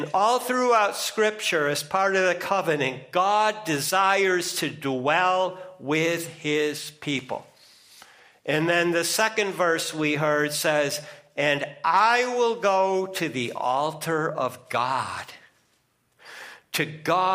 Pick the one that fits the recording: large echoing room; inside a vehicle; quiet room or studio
large echoing room